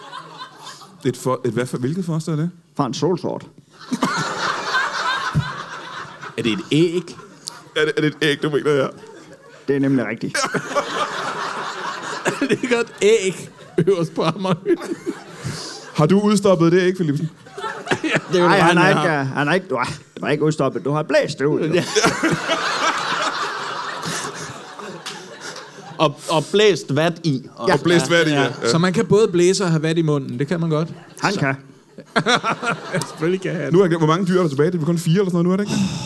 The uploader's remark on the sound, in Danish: LIVE fra Comedy Zoo i Aarhus